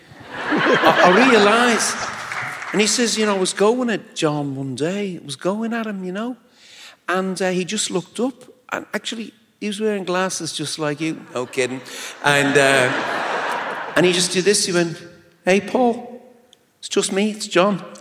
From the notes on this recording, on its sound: at the 2022 New Yorker Festival